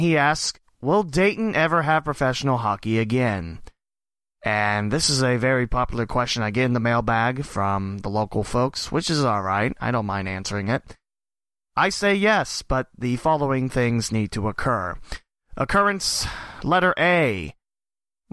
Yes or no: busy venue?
no